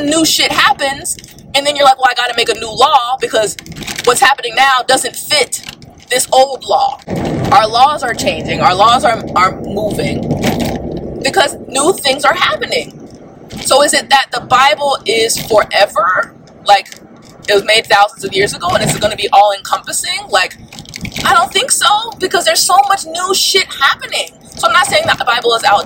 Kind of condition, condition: setting, inside a vehicle